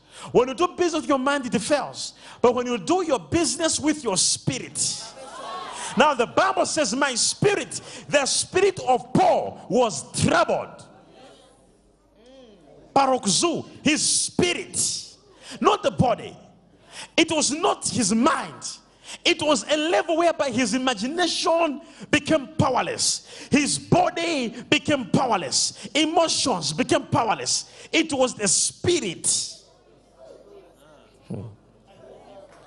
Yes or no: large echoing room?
yes